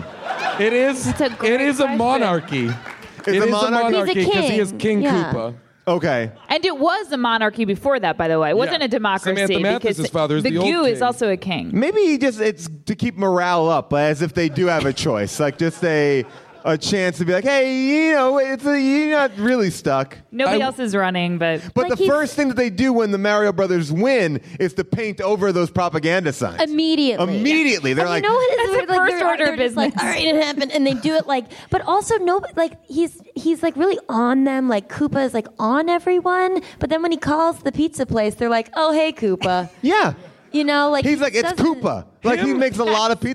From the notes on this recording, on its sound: LIVE at Bumbershoot! Plus, we hear what the gang was doing when the movie came out in theaters during our Q&A.